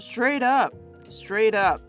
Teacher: 这边的 up 有点念成弱化的母音 up，所以念成 straight up · Term: 弱化母音的连音